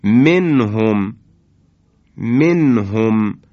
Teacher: منهم اینجا نونو آشکار میکنیم، یعنی اظهار میکنیم. · Term: نون ساکنه مظهر